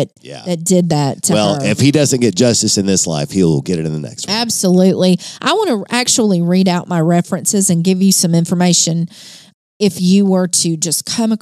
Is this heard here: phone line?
no